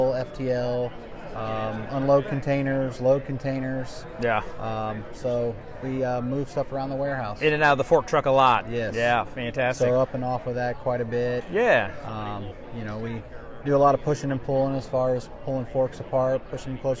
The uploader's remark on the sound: VPPPA Live Conference Podcast Interviews. Broadway Ergonomics had the opportunity to participate in the Region 7 VPPPA conference this past June held in Branson, Missouri. As part of our exhibitor booth, we interviewed attendees of the conference for the podcast.